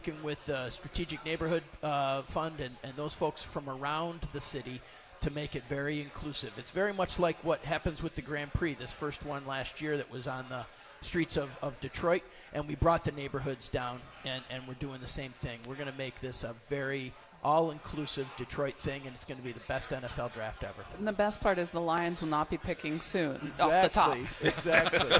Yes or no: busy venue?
yes